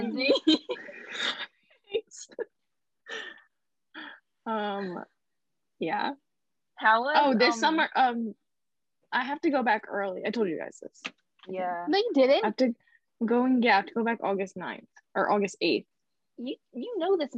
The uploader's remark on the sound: Sorry about the bad audio, we're new at this and don't have the proper equipment yet.